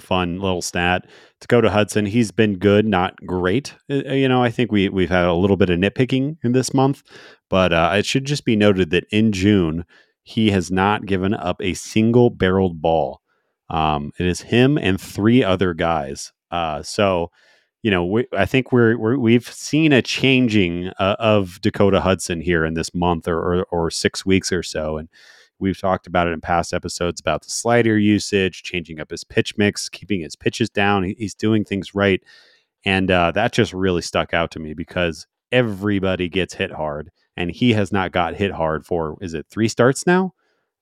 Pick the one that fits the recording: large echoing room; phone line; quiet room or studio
quiet room or studio